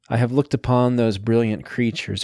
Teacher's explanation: There's a falling quality to the end of each line.